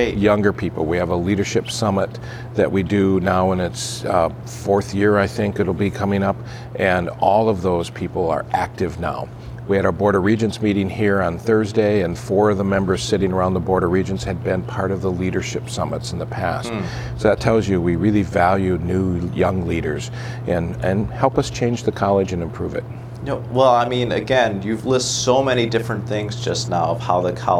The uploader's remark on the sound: At the 2019 ACAAI Annual Meeting in Houston, Texas we interviewed the leaders of the College